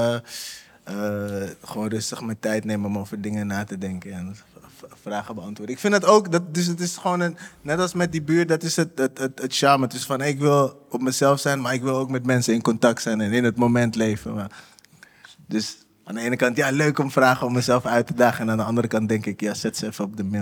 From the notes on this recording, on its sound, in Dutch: De tweede aflevering is live opgenomen tijdens een door SLAA georganiseerd buurtdiner in de Bijlmermeer. Tijdens het eten maken buurtbewoners en andere nieuwsgierigen kennis met elkaar en luisteren ze naar een verhaal uit hun buurt.